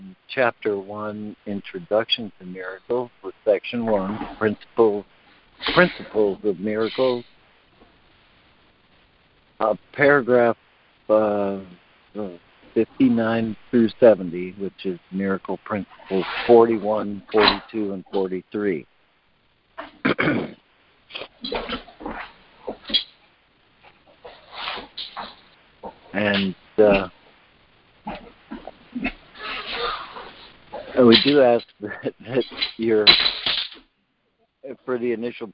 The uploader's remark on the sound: ACIM Daily Conference Call